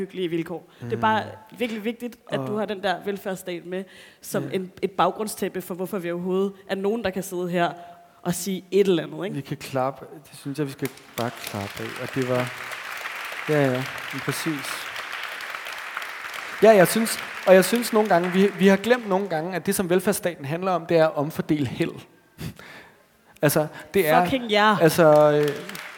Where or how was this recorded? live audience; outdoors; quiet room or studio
live audience